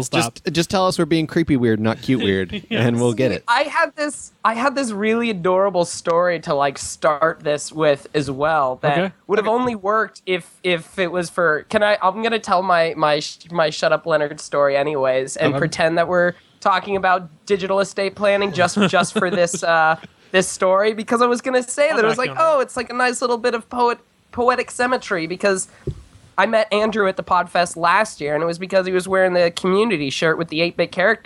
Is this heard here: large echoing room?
no